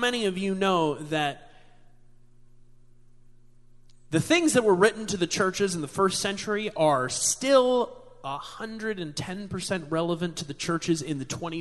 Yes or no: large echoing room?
yes